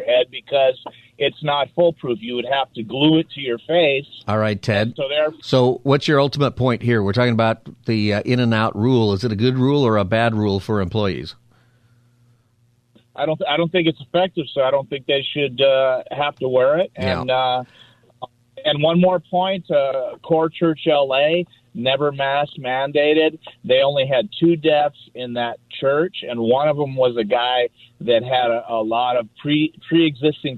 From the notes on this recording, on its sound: Open Phone Friday Continued.